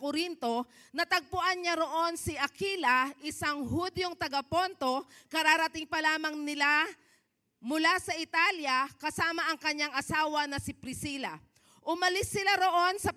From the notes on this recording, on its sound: Preached last February 11, 2024 at Grace Testament Church's 5:30pm service.